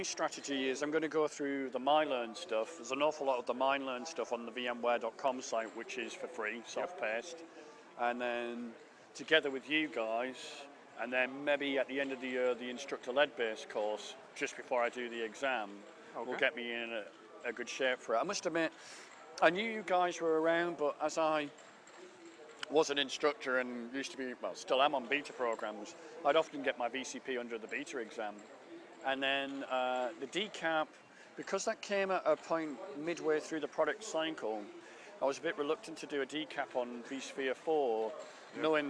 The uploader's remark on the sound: Miniwag - VMworld US. In this miniwag recorded at the "hangout" space.